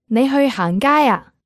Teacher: Another way of making it a question is to add a low pitch to the end.